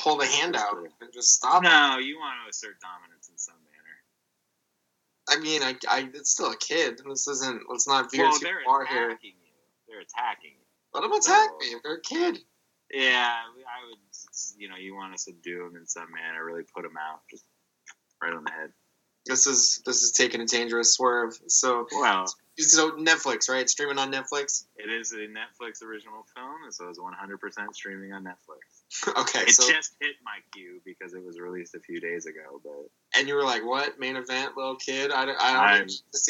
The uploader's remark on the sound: We tried recording this episode on Skype and ran into a number of issues with the audio saving/skipping randomly so I edited it the best I could.